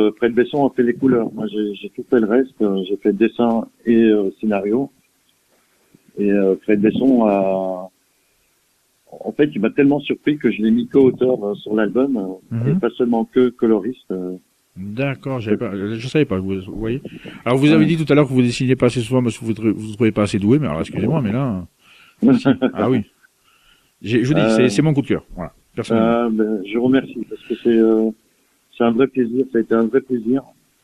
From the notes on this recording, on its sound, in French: reçoit par téléphone